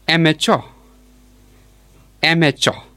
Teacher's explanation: the stress falls on the first syllable